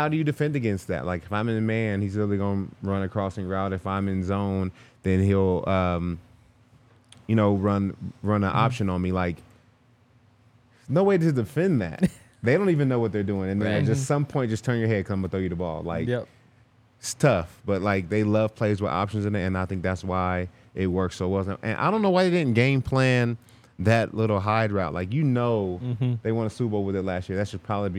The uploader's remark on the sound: LIVE from the DNVR Bar